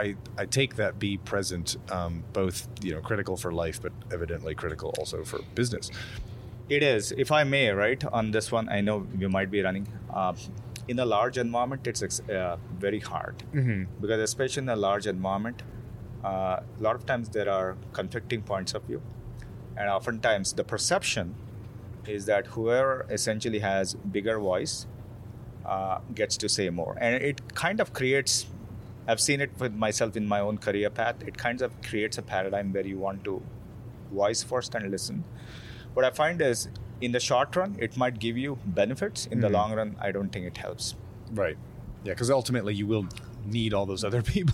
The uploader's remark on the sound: Recorded live, from the beautiful courtyard at Foreign Cinema, in San Francisco's Mission district.